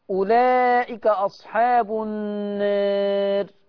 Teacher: النار قللت الألف ونتيجة لتقليل الألف الراء تترقق، ما ينفعش حد يقف ومفخم الراء